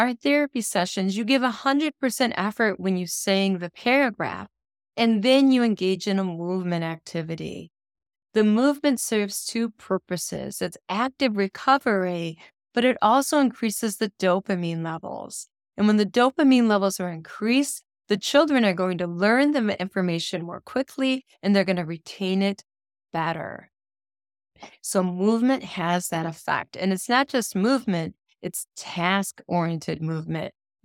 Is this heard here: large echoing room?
no